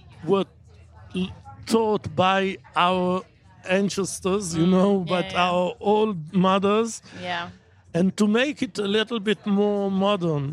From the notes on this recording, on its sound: at Wilderness Festival, in Oxfordshire